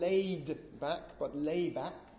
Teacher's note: Which is fairly common as a way of producing consonant clusters, or rather not producing them in Singapore English.